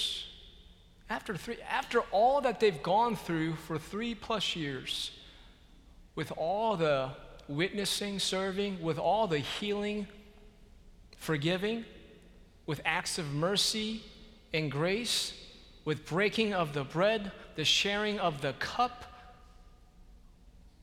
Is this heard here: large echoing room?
yes